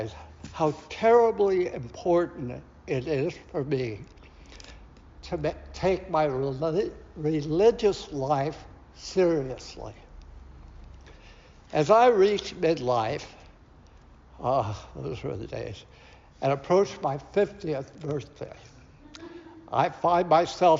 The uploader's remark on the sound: Recorded at Auckland Unitarian Church 23rd April 2023.